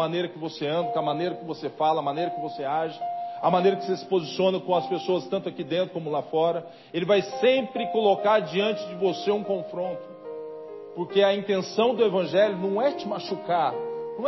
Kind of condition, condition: setting, large echoing room